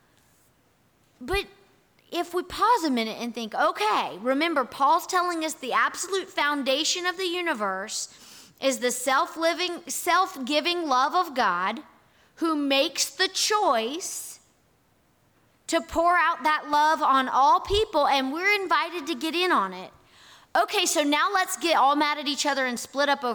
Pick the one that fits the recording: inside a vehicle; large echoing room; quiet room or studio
large echoing room